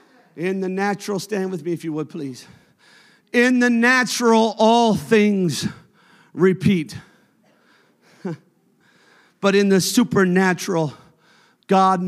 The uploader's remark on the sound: a service recording from Connect Point UPC